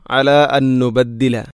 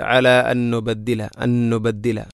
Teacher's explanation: അല അൻ നുബദ്ദില, ഇവിടെ അൻ സുക്കൂനുള്ള നൂനിന് ശേഷം വീണ്ടും നൂന്. അപ്പോൾ ഒന്നാമത്തെ നൂനിനെ രണ്ടാമത്തെ നൂനിലേക്ക് ഇദ്ഗാം ചെയ്യുന്നു